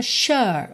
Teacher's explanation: E o R numa pronúncia mais americana fica sure. Numa pronúncia mais britânica fica sure. Ou seja, quase nada enrolado. É mais um prolongamento da vogal.